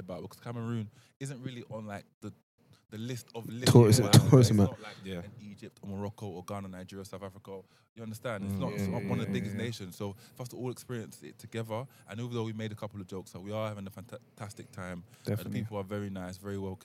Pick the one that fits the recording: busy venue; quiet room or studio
busy venue